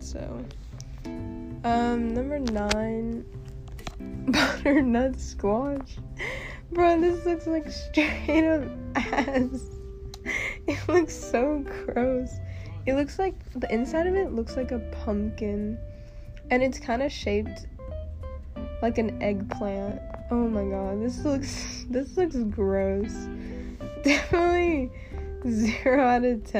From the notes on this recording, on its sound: I am so sorry about the background noise lmfao if you listen you’ll know why.